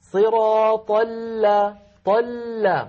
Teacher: اللام الأولى ساكنة فهي بحاجة إلى جريان ضئيل في الصوت